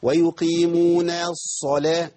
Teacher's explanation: اللام الشمسيه بتاعت الصلاه لا تنطق لانها ادغمت في الصاد فبقت صاد مشدده